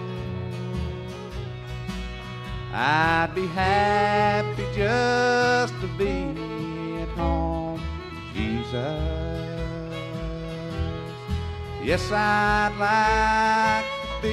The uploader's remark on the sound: live recording